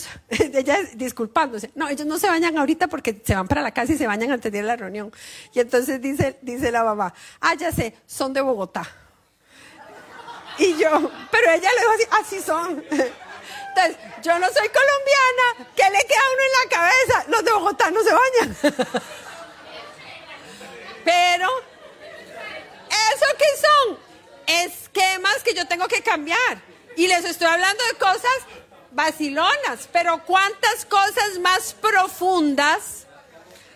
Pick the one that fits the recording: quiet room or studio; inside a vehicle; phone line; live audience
live audience